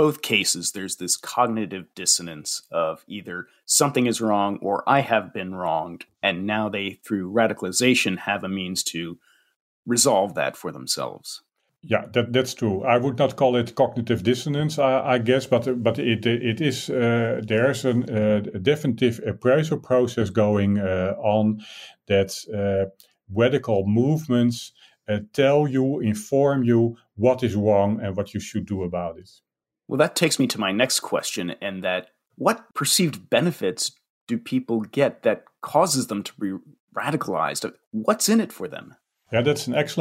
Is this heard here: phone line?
no